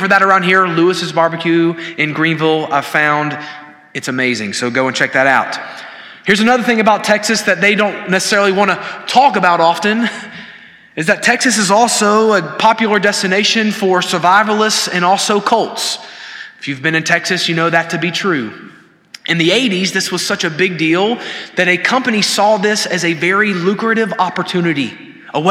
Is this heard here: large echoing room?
yes